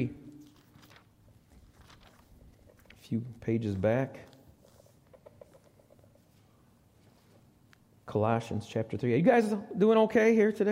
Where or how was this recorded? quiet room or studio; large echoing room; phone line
large echoing room